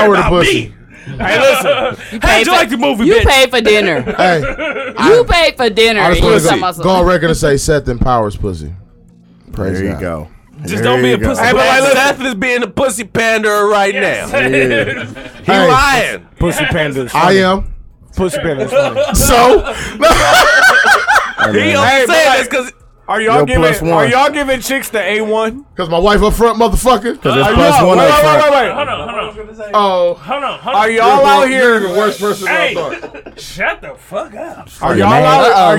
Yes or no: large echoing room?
no